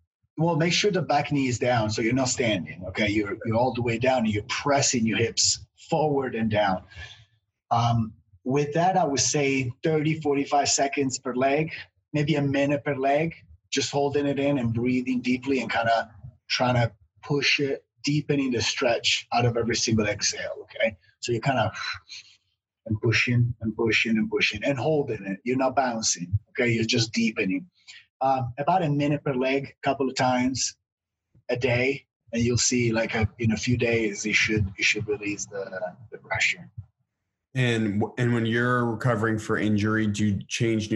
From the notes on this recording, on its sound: sat down on Zoom